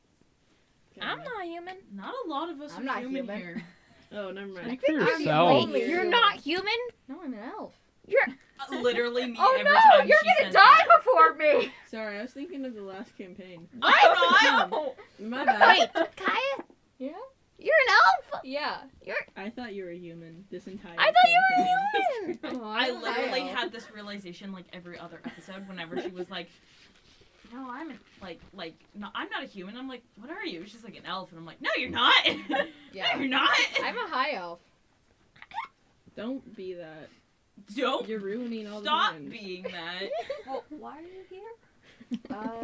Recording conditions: poor sound quality